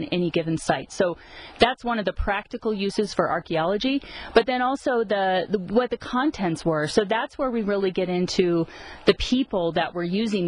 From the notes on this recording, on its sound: recorded in the field